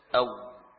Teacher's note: Baina syafatain, di antara dua bibir, yakni tidak dengan merapatkan namun menyisakan celah. · Term: wau